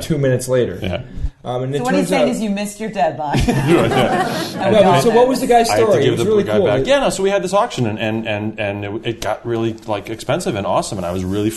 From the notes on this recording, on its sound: Live From New Zealand